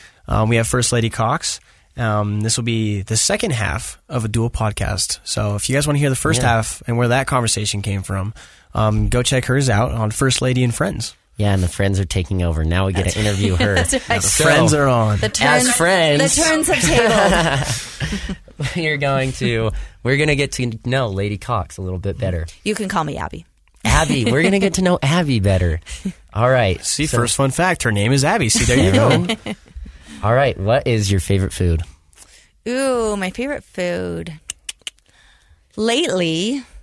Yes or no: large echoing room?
no